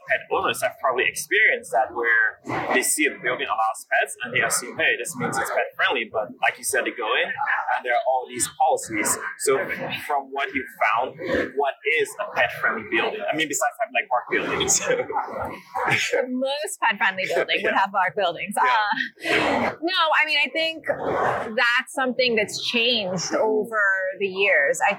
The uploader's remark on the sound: LIVE AT NAA